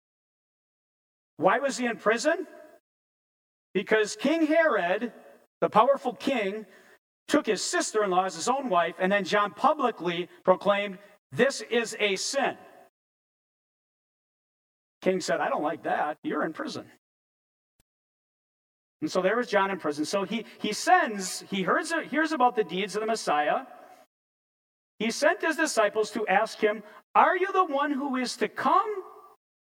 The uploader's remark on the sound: preached this sermon at Bethany's Sunday worship on December 11, 2022